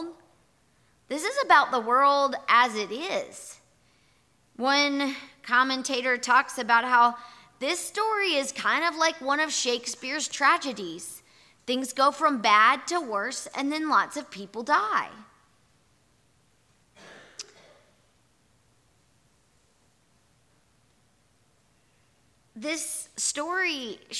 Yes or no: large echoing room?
yes